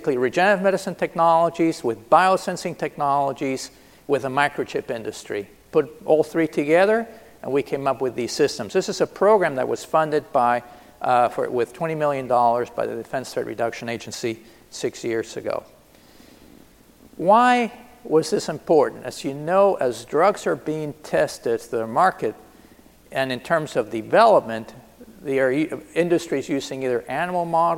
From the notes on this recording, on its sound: This is a keynote session from DPharm 2018.